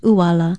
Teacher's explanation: Uala is spelled okina u-a-l-a with the glottal stop or okina at the beginning of the word, and it is pronounced uala.